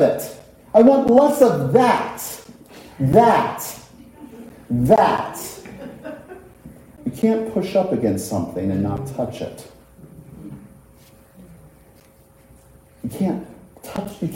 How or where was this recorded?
large echoing room